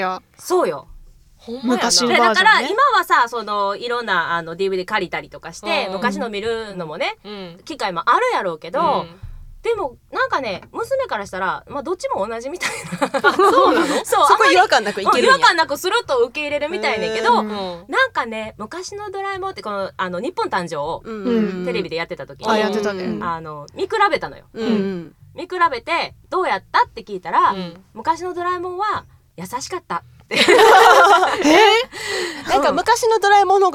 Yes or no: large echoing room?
no